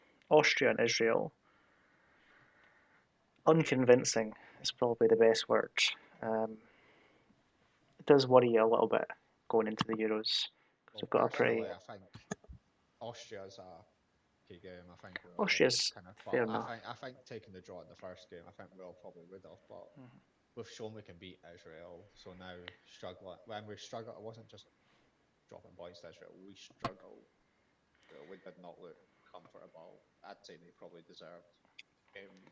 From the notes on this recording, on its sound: We are aware of some audio issues.